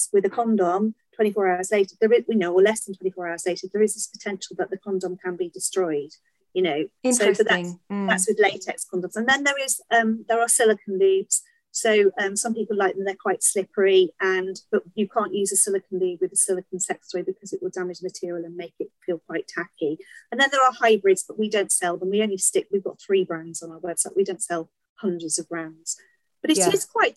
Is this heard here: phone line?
no